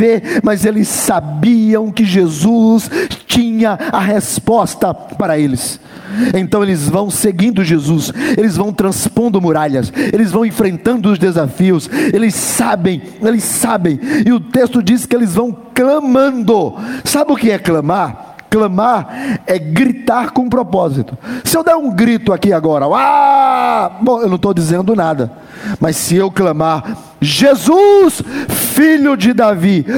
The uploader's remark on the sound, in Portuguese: MENSAGEM GRAVADA NO CULTO ON LINE DA IGREJA CANAÃ RECIFE NA TARDE DO DOMINGO, DIA 26 DE ABRIL DE 2020.